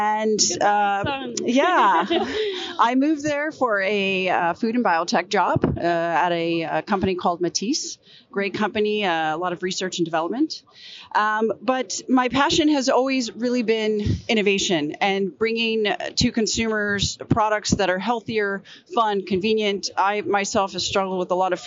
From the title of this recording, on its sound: Live From Seafood Expo Global